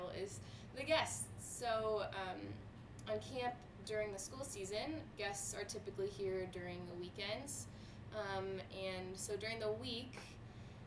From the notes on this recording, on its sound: All the quarantine fun we've been having in Hawk's Nest! Apology in advance because I only have one mic between the three of us, so you might have to crank that volume up!